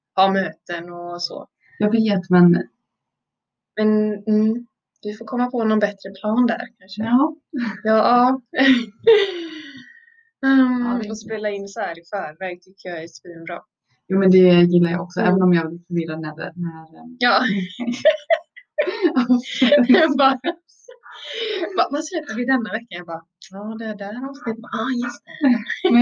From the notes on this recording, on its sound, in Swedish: Ljudet är inte på vår sida helt enkelt.